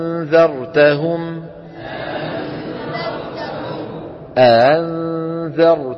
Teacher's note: فإن كانت الهمزة المسهلة مفتوحة يتردد صوتها بين الهمزة والألف